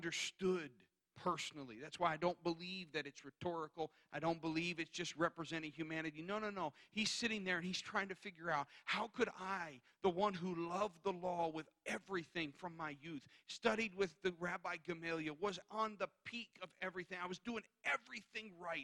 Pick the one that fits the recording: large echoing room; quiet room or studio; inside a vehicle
large echoing room